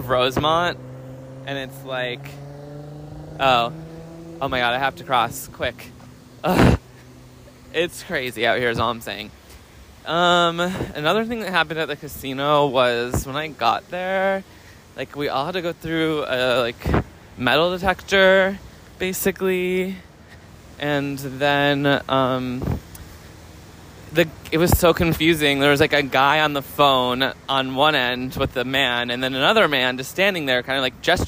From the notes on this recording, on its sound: Chicago. We take a walk from the casino to the movie theater.